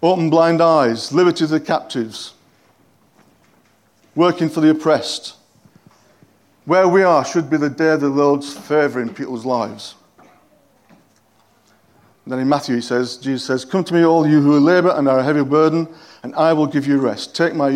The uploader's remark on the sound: At King's Church, Cockermouth, as an audio file.